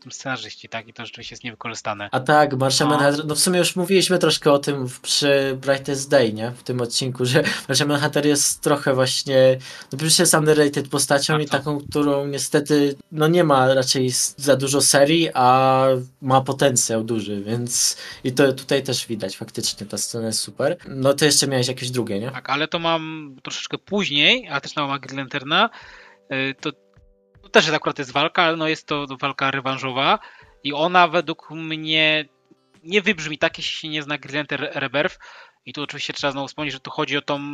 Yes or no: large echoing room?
no